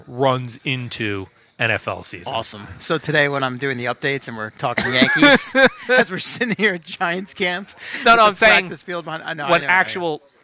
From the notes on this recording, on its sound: Live from Giants camp